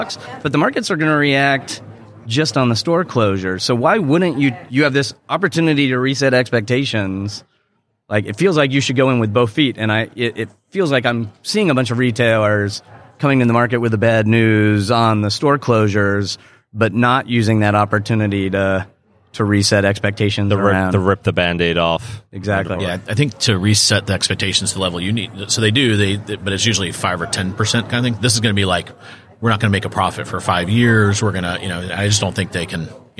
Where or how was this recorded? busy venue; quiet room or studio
busy venue